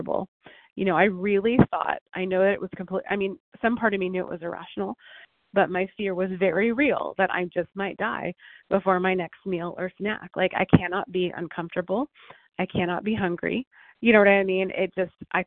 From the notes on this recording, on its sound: 100 Pounders Phone Meeting